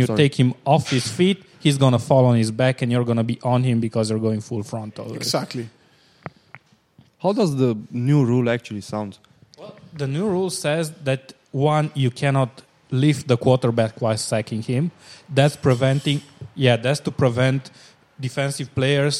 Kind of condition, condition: setting, busy venue